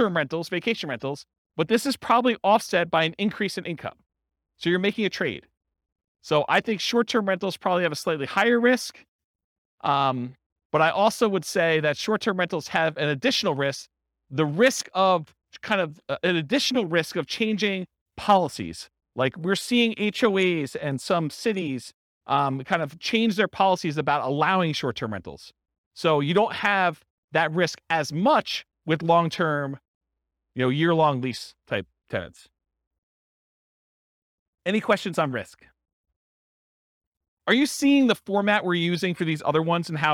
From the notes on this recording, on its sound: This was a live class recorded